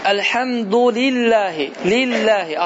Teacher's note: Allah sözündə olan ləm tutulmur